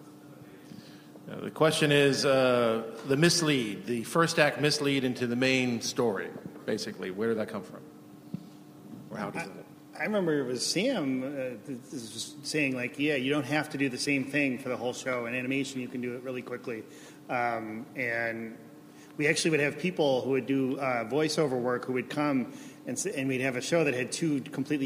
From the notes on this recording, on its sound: The Simpsons from ATX Television Festival. Recorded June 6, 2015 at ATX.